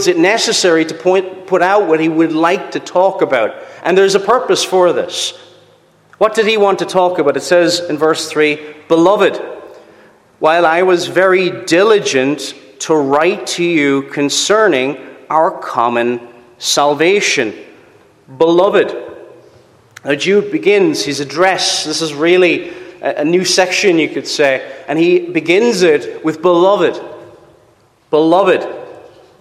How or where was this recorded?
large echoing room